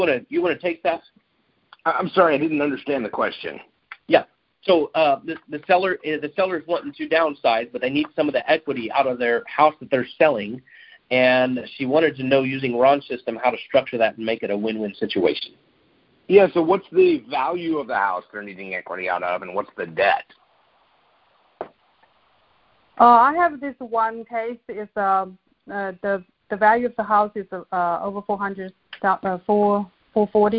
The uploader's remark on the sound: Gold Club Q&A Call